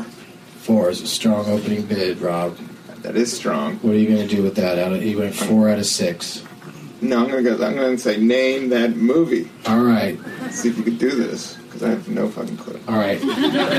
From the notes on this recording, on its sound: against audience members at the Ann Arbor Comedy Showcase